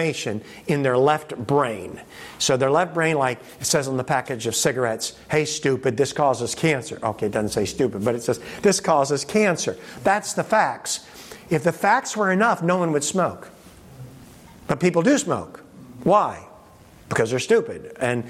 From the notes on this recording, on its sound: In this presentation from the 2023 Propel Conference